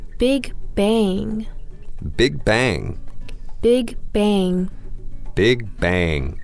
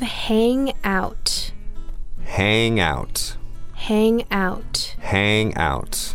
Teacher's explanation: you have to pronounce that ng up in your nose